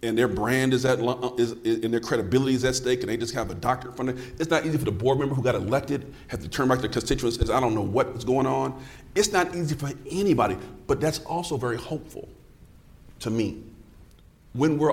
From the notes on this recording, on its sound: Science of Reading: The Podcast recently conducted its first ever taping in front of a live audience. In New Orleans at the Plain Talk About Literacy and Learning conference.